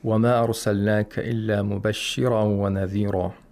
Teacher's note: We have مَتُّ الْمُنْفَصِلَ at the beginning, which can be lengthened to 2, 4, or 5 vowel counts. A disjunct mad.